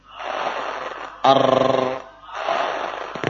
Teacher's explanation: Sifat takrir, sifat bergetarnya ujung lidah.